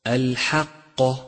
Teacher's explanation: ولاحظ ترقيق الحاء وتفخيم القاف